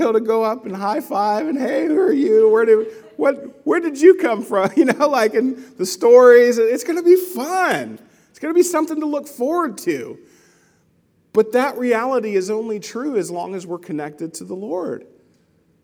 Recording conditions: large echoing room